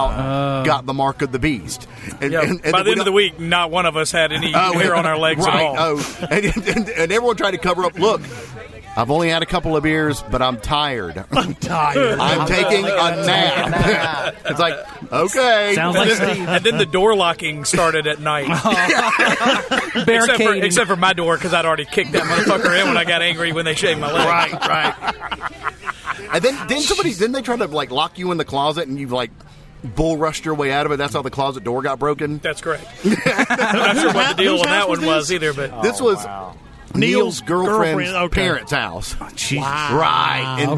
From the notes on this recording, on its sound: Our 4th Anniversary Show Live from Vintage.